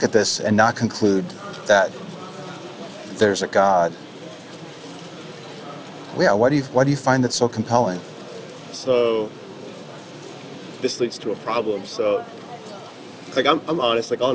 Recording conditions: phone or laptop microphone